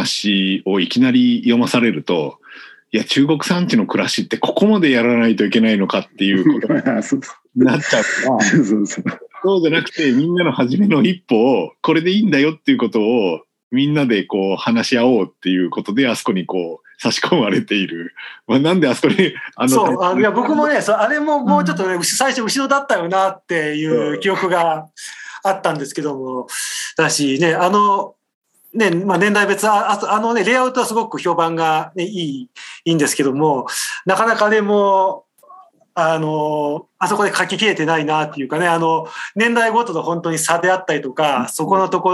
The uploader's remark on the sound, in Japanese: みんなでつくる中国山地百年会議 の会員限定で開かれる 市 （オンライン交流会）での公開収録。